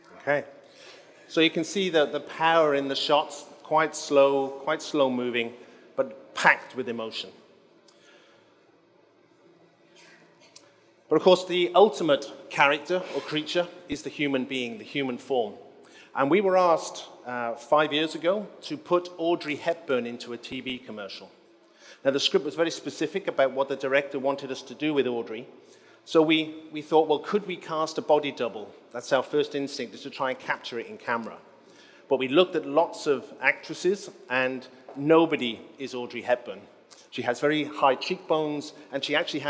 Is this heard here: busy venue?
yes